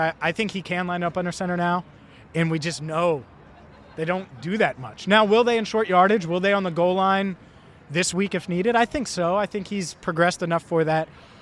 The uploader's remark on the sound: The Cincinnati Bengals host the Seattle Seahawks on Sunday afternoon at Paycor Stadium. Live at a special tailgate ahead of the matchup. A special Q&A with Bengals fans.